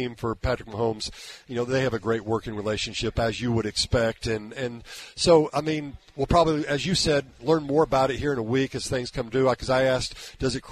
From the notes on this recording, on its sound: Live from Hollywood Casino.